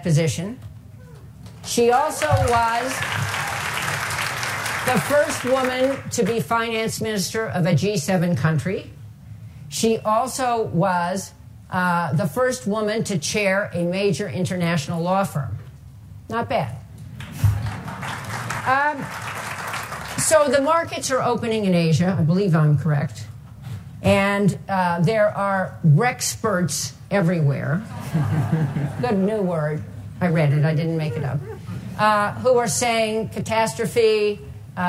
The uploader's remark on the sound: spoke at the Aspen Ideas Festival in Aspen, Colorado.